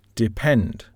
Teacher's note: For example, depend, a two-syllable verb, has the stress pattern on the last syllable